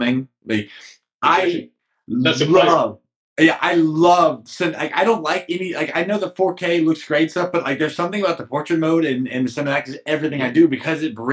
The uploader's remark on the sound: It's not the cleanest audio, but don't forget that we're on two different continents and still making this happen!